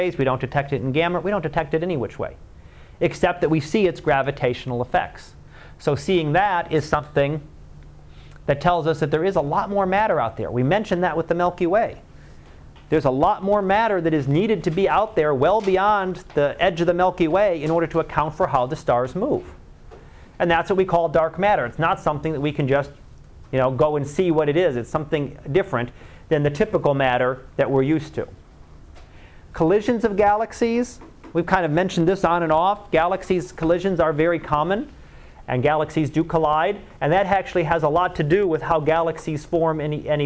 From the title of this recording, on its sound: Live Class Lecture